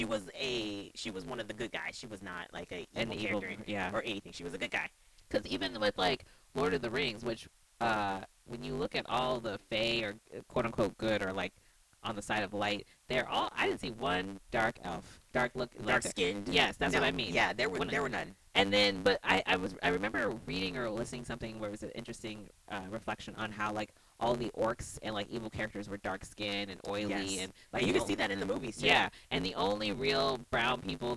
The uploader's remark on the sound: Audio degradation is a thing. Learning how to edit your own podcast with no audio experience is both exciting and palpitating.